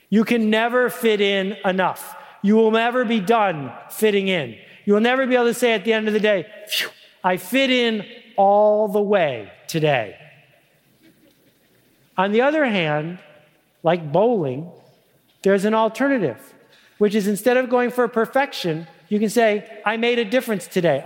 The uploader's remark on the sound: Live at Catalyst 2010.